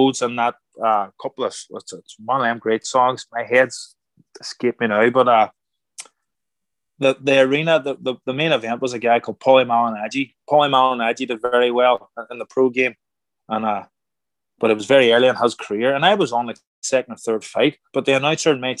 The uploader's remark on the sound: Recorded using Zoom between North London and New York City.